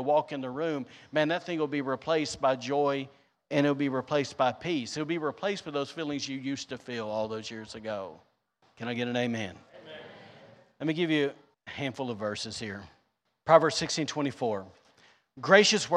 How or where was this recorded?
large echoing room